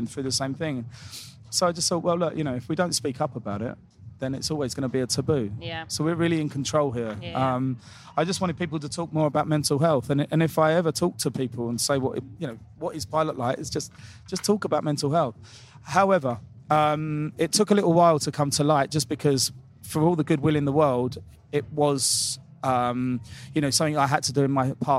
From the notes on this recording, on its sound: at Wilderness Festival, in Oxfordshire